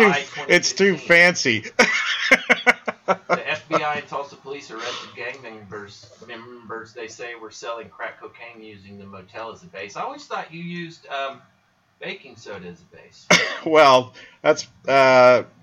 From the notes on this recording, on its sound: Our mic took a crap so the sound quality is not up to par.